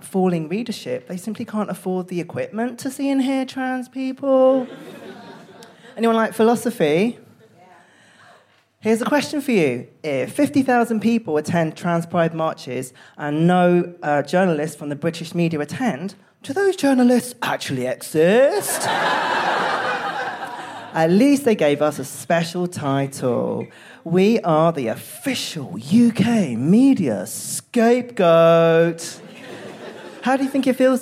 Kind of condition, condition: setting, busy venue